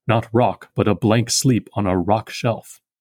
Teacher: It sounds percussive because, in addition to the two punchy trochees, two out of the three iambs are very heavy iambs, blank sleep and rock shelf. This gives the line an abundance of stresses, which makes it very forceful when spoken.